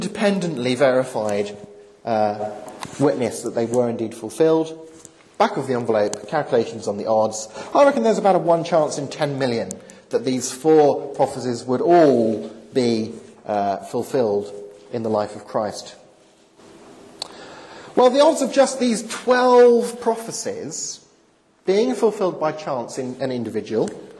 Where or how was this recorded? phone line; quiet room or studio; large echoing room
large echoing room